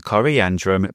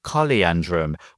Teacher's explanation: likely through a variant coliandrum, where the R shifted to an L